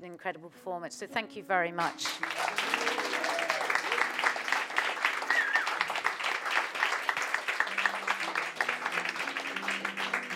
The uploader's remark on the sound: This episode is an edited recording of a live event The Secret Illness ran in November 2018. It features poetry and music performances from people living with OCD.